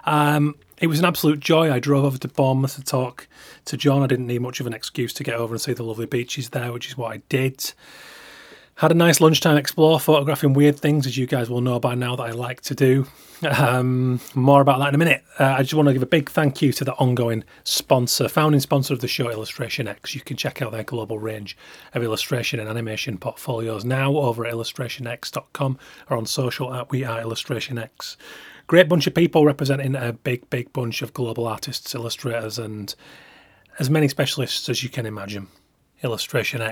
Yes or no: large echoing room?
no